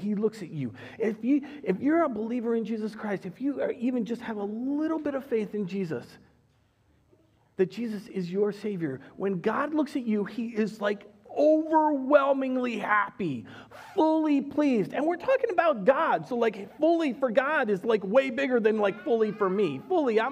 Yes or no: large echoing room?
yes